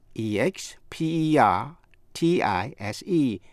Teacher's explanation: expertise, là nhấn vần 3, có nghĩa là tài năng chuyên môn